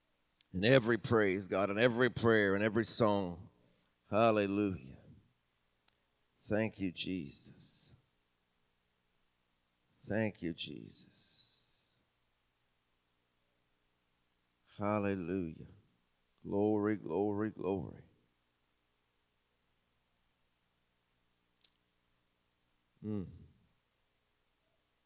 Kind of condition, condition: setting, large echoing room